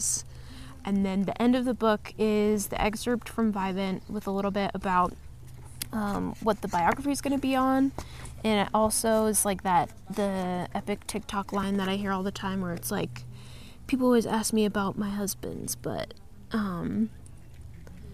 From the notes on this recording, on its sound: we are filming out in nature so enjoy the sounds of bugs and dogs